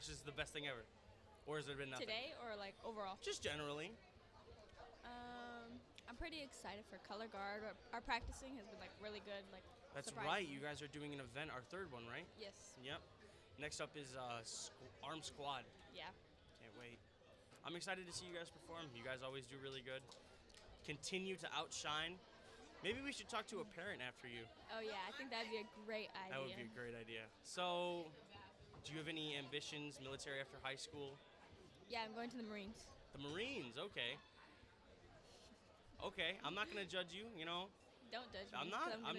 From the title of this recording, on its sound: Live from the Michigan Drill Championship at Class Tech